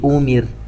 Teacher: الراء الساكنة وقبلها ميم مكسورة في كلمة أمر، نشبع الكسرة لنعطيها حقها، ومن ثم نحصل على راء مرققة صحيحة